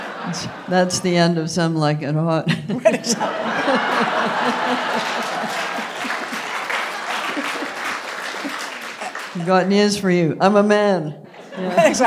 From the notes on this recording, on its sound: The conversation was recorded in front of a live audience at Symphony Space.